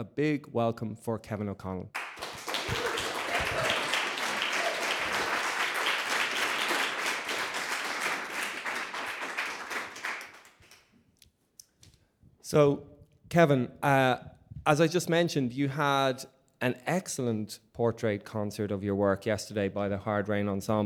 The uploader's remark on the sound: A live recording of CMC's podcast held during New Music Dublin on 1 March 2020.